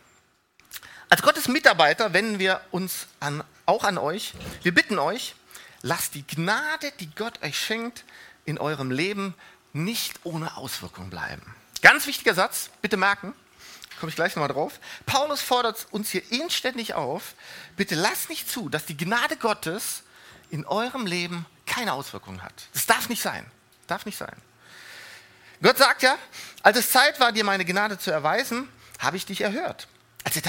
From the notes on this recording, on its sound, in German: Die Predigten der Lifestream Church Regensburg.